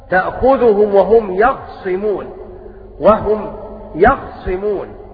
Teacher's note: وقرأ حمزة بسكون الخاء وتخفيف الصاد، فيقرأ هكذا حمزة تأخذهم وهم يخصمون، وهم يخصمون.